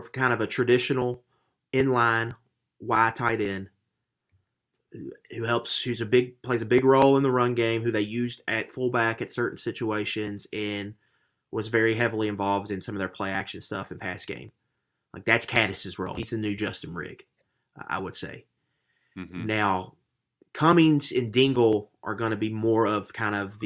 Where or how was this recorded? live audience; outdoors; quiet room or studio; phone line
quiet room or studio